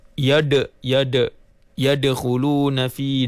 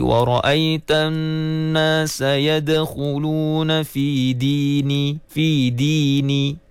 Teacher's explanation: penyebutan huruf dal di hujung lidah dan langit-langit atas · Shown in: second take · yang hujung da, begitu.